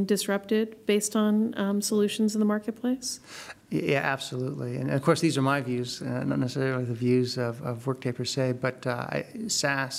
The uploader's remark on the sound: LIVE from OpentStack Paris Summit 2014.